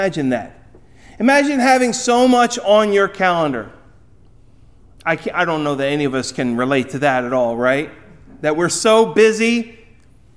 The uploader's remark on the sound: Recorded at Ebenezer UMC on February 4, 2024